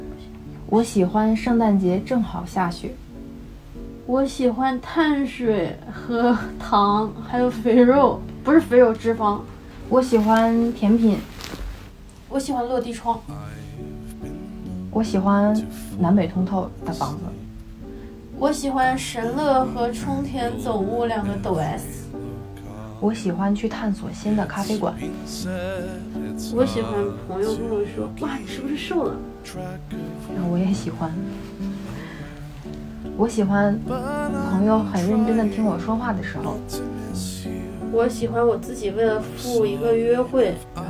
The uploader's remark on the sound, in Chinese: 录制的时候很放松，收声上可能会有些杂音。